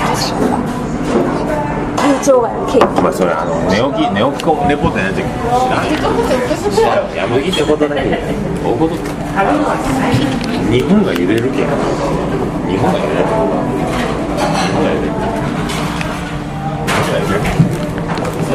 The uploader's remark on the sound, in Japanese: ミュージシャンの聖地ザ・満麺屋にて